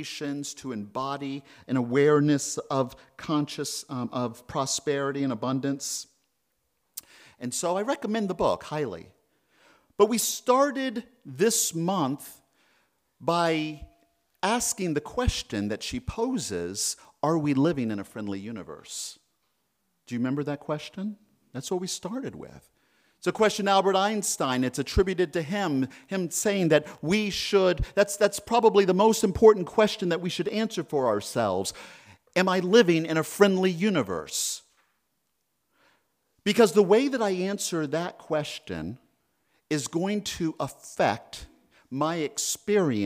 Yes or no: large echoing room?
yes